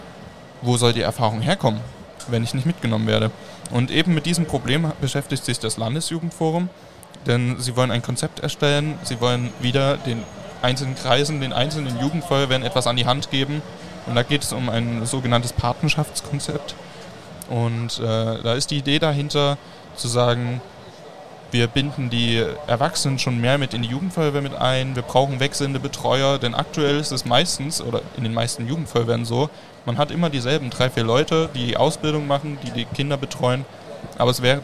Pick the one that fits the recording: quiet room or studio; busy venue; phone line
busy venue